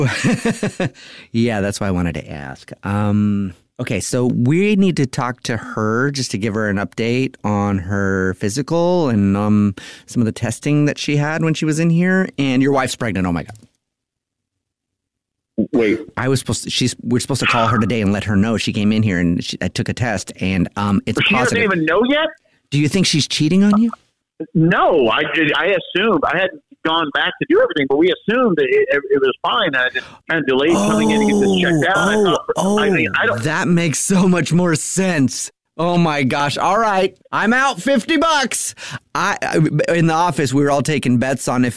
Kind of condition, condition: link, phone line